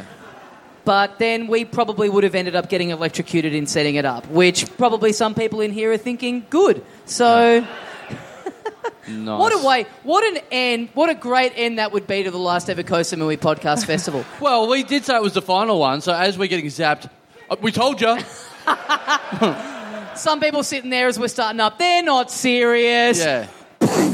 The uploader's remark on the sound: This is it: the last ever episode live from the Koh Samui International Podcast Festival! Big live podcast and stand-up show.